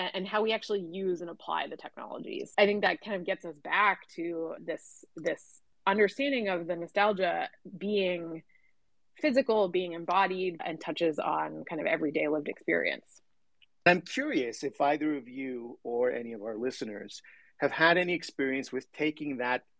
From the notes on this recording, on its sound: we hosted a Twitter Space